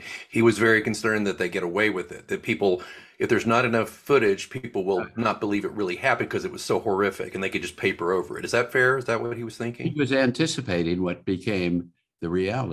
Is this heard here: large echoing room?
no